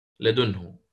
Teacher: الإمام شعبة يقرأ بإسكان الدال هنا مع الإشمام. طيب، إسكان الدال هذا أتى به الإمام شعبة طلبا للتخفيف، طلبا للتخفيف.